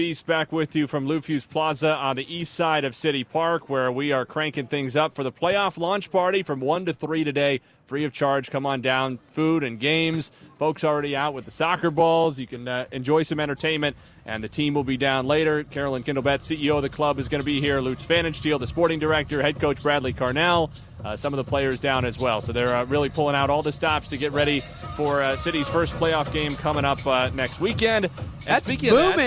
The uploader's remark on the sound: Louis CITY SC playoff rally at Lou Fusz Plaza outside CITYPARK